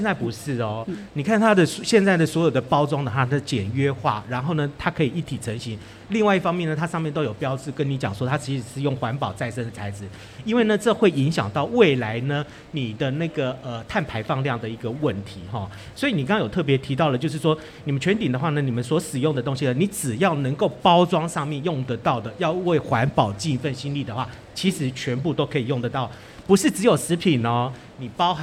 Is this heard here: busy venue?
yes